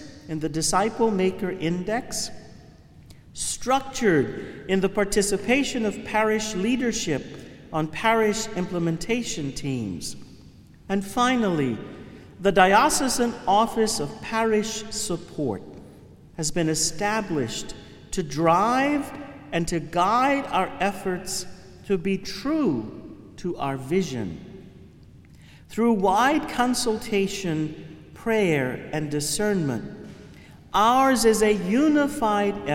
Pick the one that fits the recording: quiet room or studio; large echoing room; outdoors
large echoing room